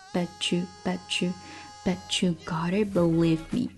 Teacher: But 跟 you 同化现象 t 加 y 同化成 ch